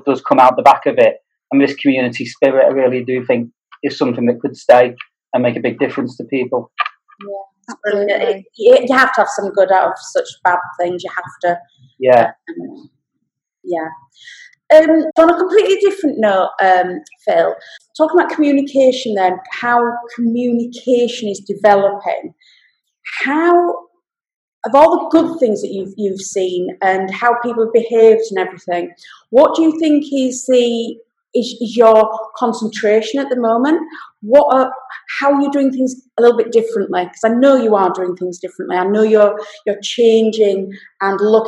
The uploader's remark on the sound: This podcast was recorded via Zoom.